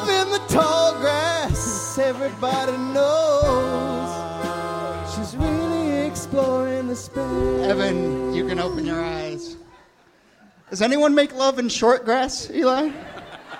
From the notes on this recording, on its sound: Ask Roulette is the conversation series in which strangers ask each other questions live on stage. This excerpt is from our 2014 show at Brooklyn's Bell House.